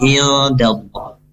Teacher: lafaz Allah di sini dibaca tafkim, yang artinya tebal